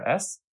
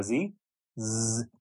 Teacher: So for example, you put your hand on your throat and you say letter S, you won't feel any vibration. Say letter Z, Z, you'll feel the vibration of your vocal cords.